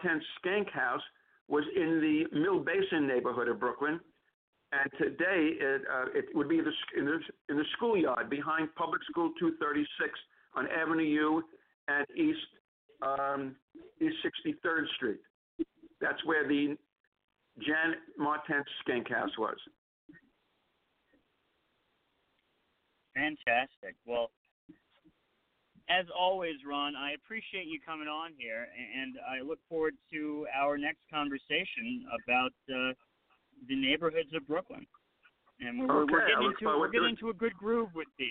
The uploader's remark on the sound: Calls into the Bedford & Sullivan podcast. LIVE at noon ET.